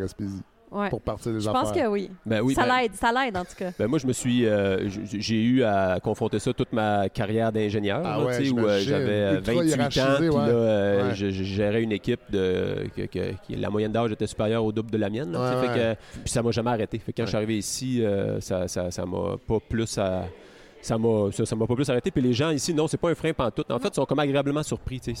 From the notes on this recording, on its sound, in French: Le Mont Albert où nous avons enregistré l'épisode !